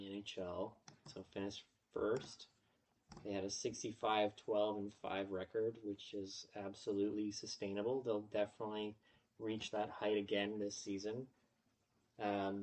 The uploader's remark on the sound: Technical difficulties episode